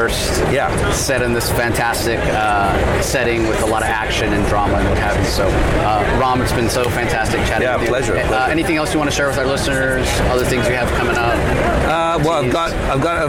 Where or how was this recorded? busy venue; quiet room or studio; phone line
busy venue